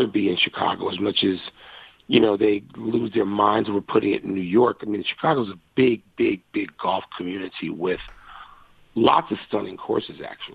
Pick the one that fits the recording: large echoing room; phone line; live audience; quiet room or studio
phone line